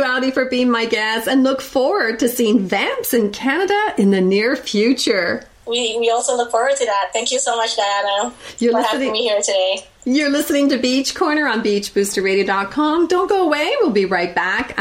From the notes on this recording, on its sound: via Skype from Vancouver